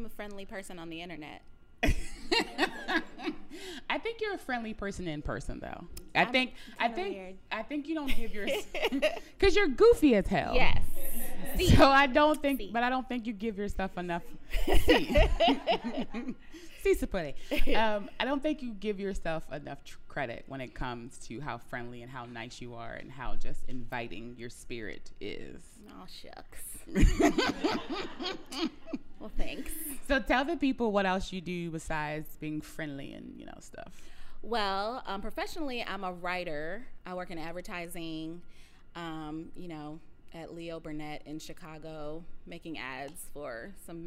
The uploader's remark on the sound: Live From the #SelfCareIRL Retreat In Mexico